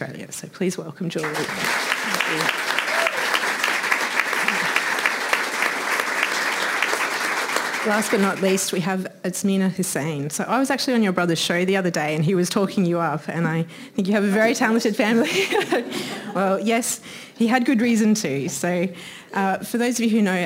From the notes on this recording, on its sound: This event was recorded on Saturday 29 July 2023 at the Wheeler Centre.